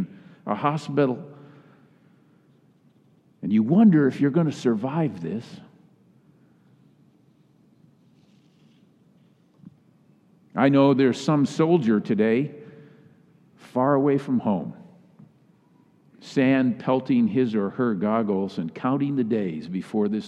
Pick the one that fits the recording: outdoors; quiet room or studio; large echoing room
large echoing room